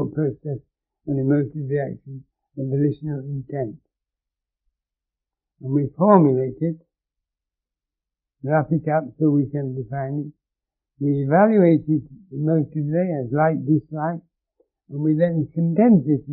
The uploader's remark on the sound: The last 20 minutes of audio is not as clear, due to flaws in the original recording.